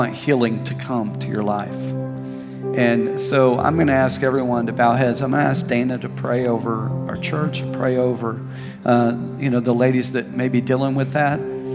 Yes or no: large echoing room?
yes